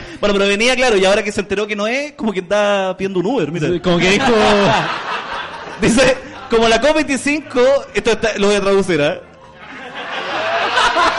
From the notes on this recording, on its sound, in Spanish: En vivo desde Comedy Restobar. Fue la oportunidad perfecta para hacer una versión en vivo del programa, con público, juntitos, abrazados, dándonos cariño y riéndonos en medio de un país en caos.